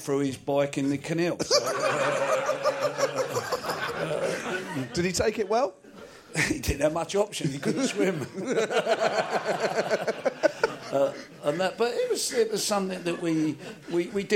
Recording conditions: live audience